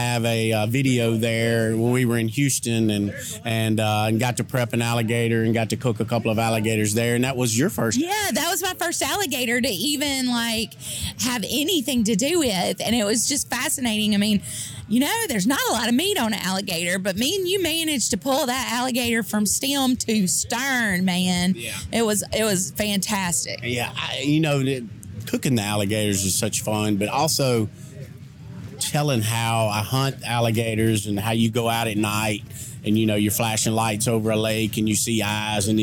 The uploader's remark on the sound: LIVE at Hogs For The Cause 2019. Join me as I wander around the always incredible Hogs for the Cause Charity BBQ Festival.